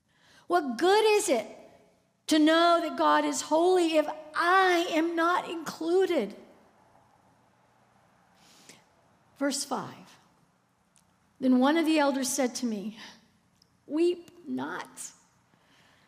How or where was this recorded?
large echoing room